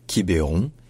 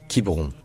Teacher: Parce que le E au milieu n'a pas d'accent ni grave, ni circonflexe, ni aigu. C'est un E qui est dit muet en français. Donc, c'est juste Quiberon, en deux syllabes. · Shown in: second take